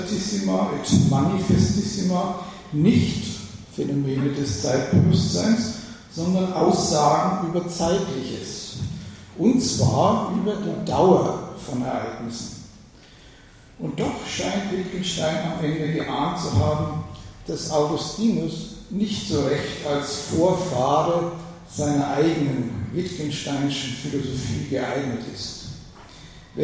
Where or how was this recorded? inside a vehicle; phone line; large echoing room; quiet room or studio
large echoing room